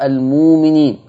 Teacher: الميم طالما ان عليها ضمه يبقى تتقلب من جنس الضمه واو · Term: الهمزة الساكنة